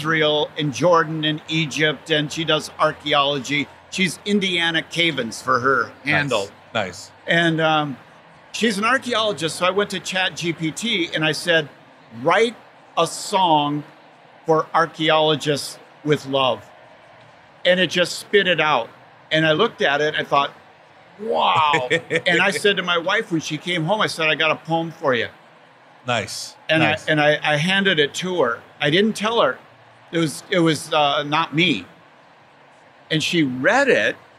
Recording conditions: busy venue